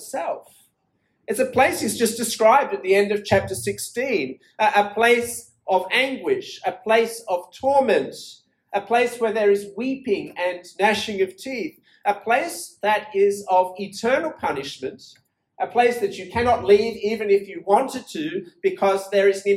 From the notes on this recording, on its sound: This sermon was preached at Penang International Church